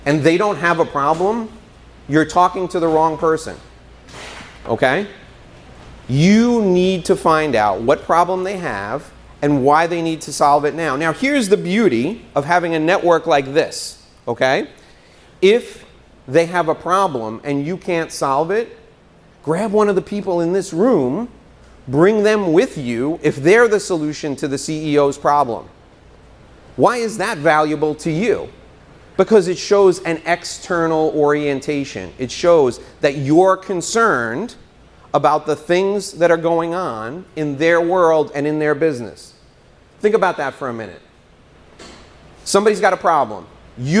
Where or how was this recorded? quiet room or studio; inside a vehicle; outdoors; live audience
live audience